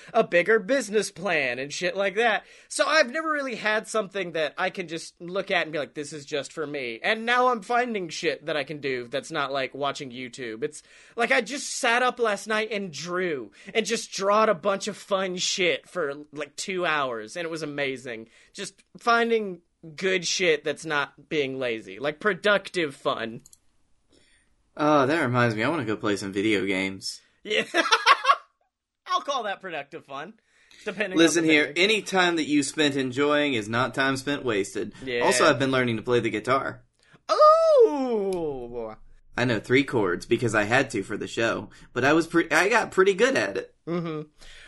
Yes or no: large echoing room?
no